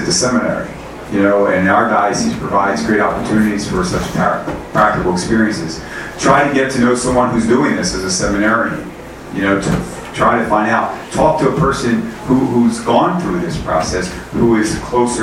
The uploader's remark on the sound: Arlington TOT is held on the second Monday of each month at O'Sullivan's Irish Pub located at 3207 Washington Blvd., in Arlington, VA, across from St. Charles Borromeo Catholic Church, a parish in our Diocese.